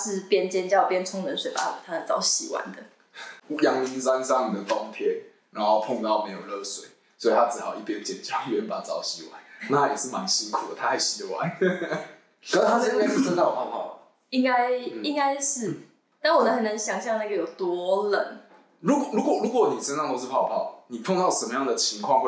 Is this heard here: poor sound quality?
yes